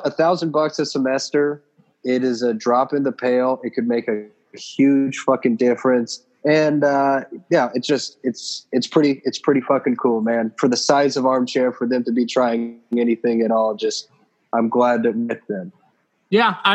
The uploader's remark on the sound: The Boys Use Zoom